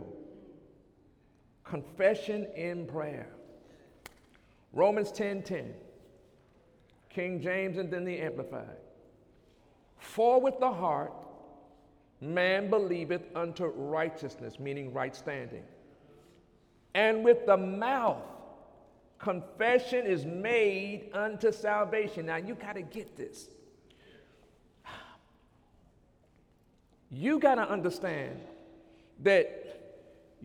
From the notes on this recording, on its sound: During Sunday morning service on June 4, 2017